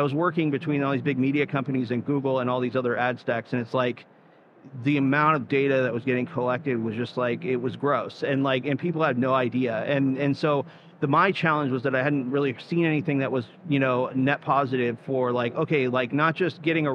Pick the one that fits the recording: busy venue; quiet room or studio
busy venue